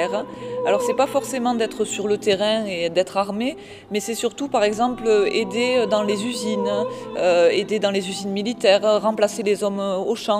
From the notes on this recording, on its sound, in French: Le vendredi 10 mars 2023 se tenait à Donneville (31) une conférence